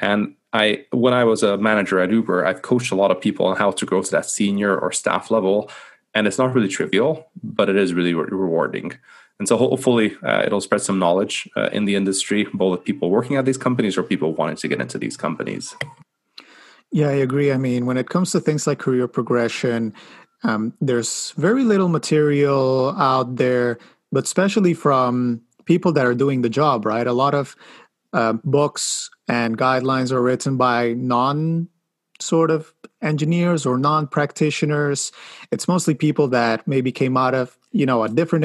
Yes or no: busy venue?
no